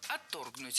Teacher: Отторгнуть неверно, правильно отторгнуть. Ударение в этом слове ставим на второй слог.